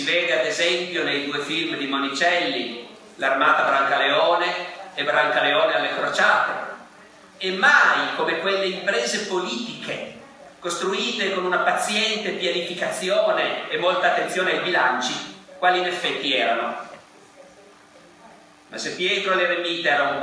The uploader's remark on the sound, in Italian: (John Cabot, Roma). Evento registrato in loco. Audio re-equalizzato e re-masterizzato.